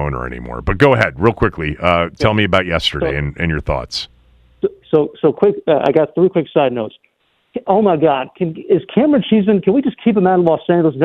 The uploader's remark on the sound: opened up phone lines to allow callers to weigh